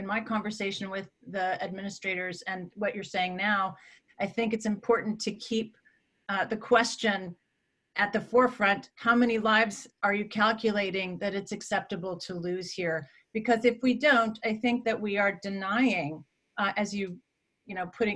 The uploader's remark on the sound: Recorded on May 20, 2020 as part of the IAH's Zoom Talks Series.